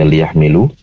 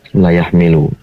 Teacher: terdengar lamnya berharap fathah layahmilu, mestinya dipastikan kasroh li liyahmilu · Shown in: first take